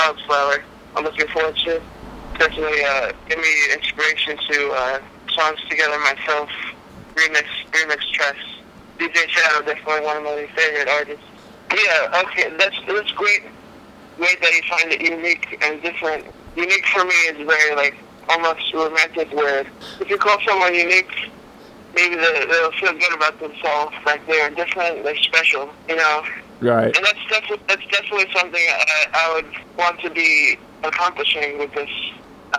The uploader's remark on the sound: on the phone